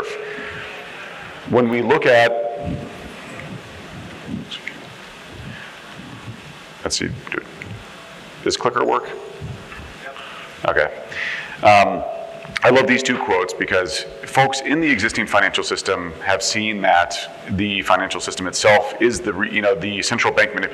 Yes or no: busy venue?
yes